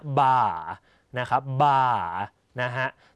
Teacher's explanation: สังเกตเสียงจะโค้งแล้วก็ยาวหน่อยนะฮะ · Term: หอย